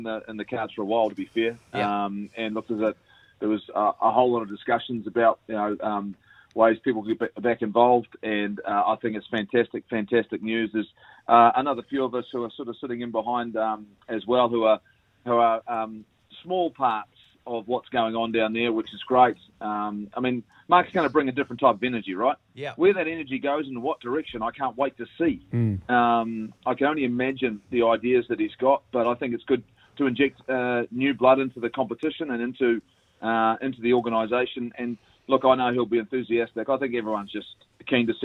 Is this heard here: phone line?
yes